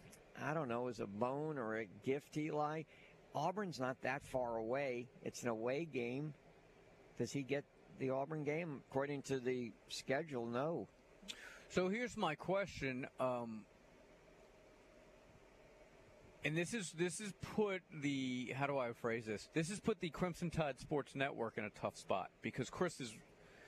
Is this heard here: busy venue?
yes